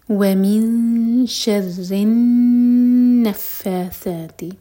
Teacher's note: نون پر شدہ تو نون پر غنہ کریں گے ہولڈ کریں گے 2 سیکنڈس